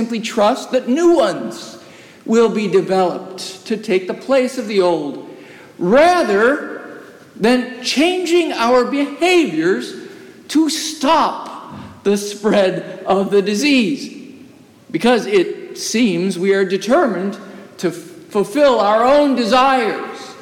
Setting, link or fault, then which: setting, large echoing room